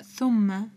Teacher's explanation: الميم هنا مشددة فنعطيها زمن مقدار حركتين